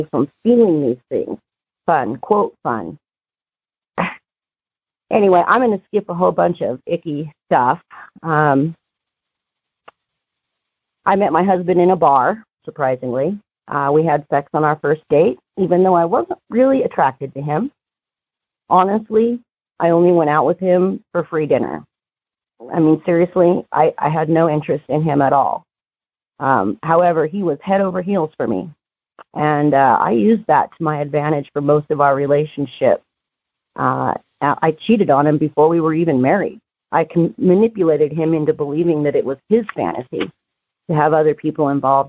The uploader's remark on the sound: Noon Phone Speaker Meeting.